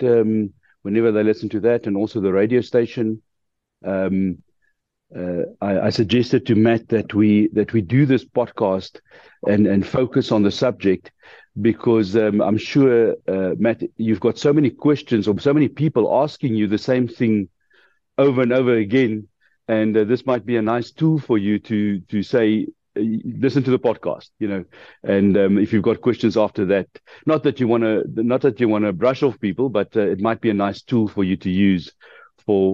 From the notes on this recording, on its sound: The Transformation Table Zoom Meeting 2 Nov 2023